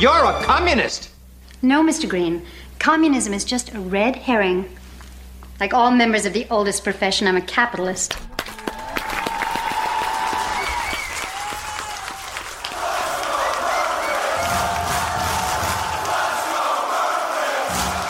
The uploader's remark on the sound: At our live show in Boston, MA.